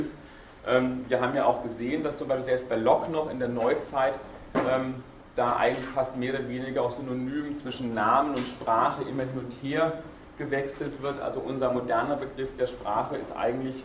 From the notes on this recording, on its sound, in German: Diese Vorlesung wurde von Studierenden aufgenommen